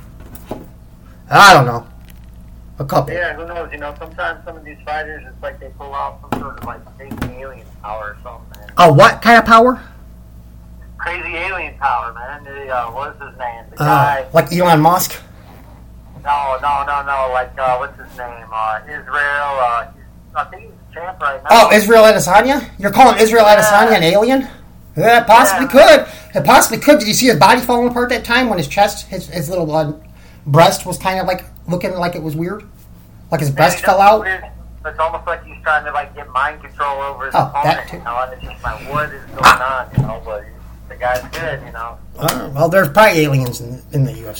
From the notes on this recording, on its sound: The Audio will get fixed hopefully soon